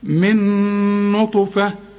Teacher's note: النون مع النون تبقى نون واحدة مثقلة · Term: ادغام كامل بغنة